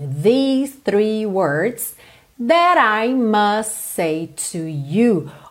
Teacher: These vocalizado, three sem voz, ok? Só arzinho.